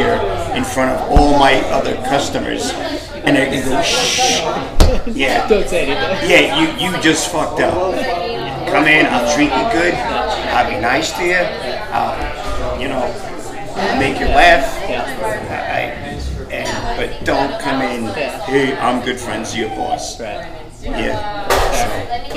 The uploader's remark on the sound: in front of live bar audience!